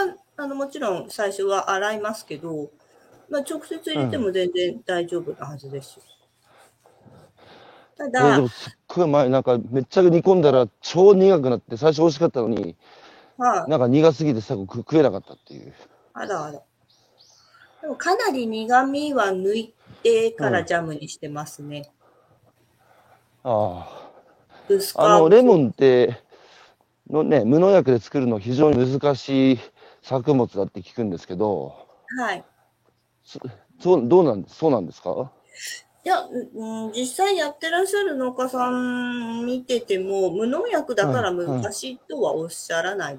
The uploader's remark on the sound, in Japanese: 歩きながら1時間、対談する。